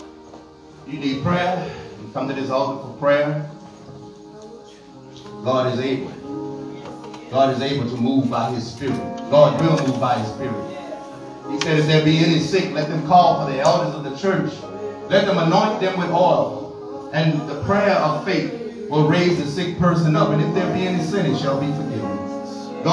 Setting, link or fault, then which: setting, large echoing room